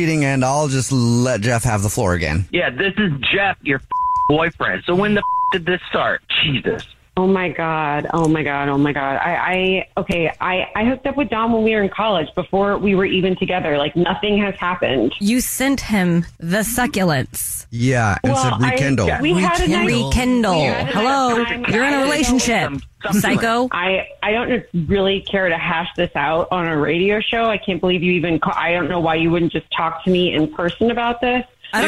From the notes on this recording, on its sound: is on the phone today